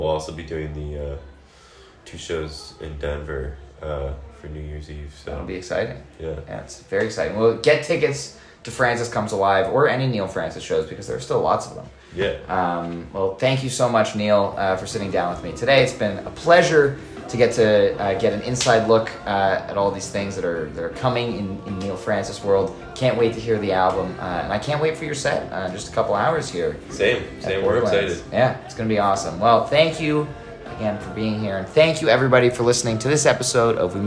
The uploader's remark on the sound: sat down at the Borderland Festival in East Aurora, NY